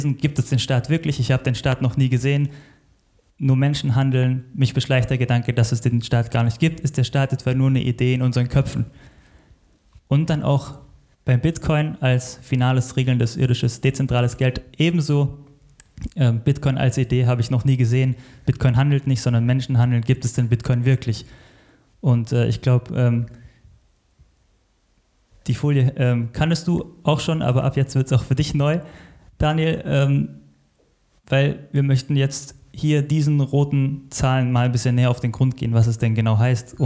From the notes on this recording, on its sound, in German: Als Live-Mitschnitt vom Mises Karma Live Event. Im Hotel Princess, Plochingen.